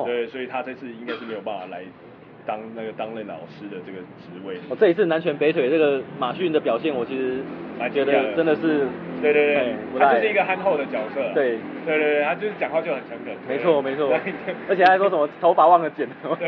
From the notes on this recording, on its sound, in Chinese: 錄音地點：台南 牽咖啡 Chen Coffee